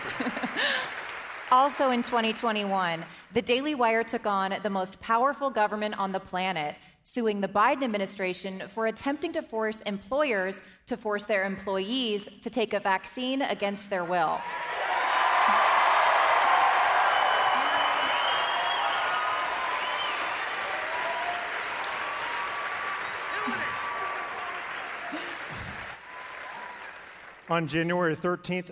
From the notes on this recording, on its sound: Our biggest live event of the year happened tonight at the historic Ryman Auditorium in Nashville, TN.